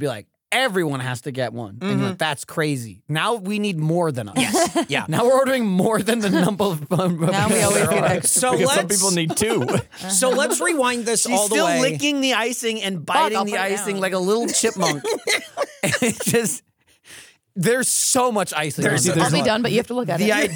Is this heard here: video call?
no